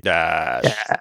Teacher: You have to get vocal fry in the middle of it.